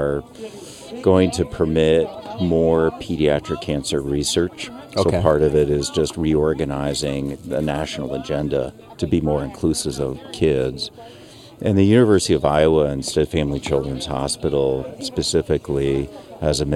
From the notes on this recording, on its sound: What is more iconic than for a podcast built in Iowa to record an episode at the Field of Dreams nestled in Dyersville, Iowa?